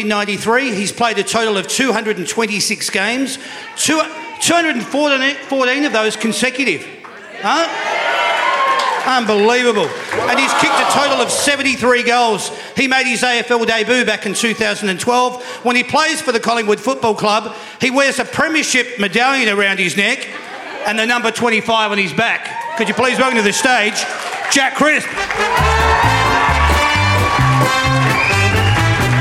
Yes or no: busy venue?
yes